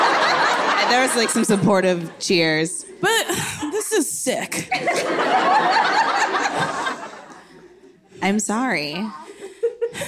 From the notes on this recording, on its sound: Live shows are back! Live at the Largo. Lots of audience questions.